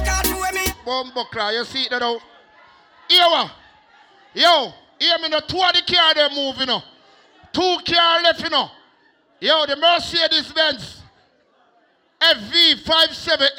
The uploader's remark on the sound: LIVE AT GOVERNMENT BIMMA PARTY 26TH DEC 2021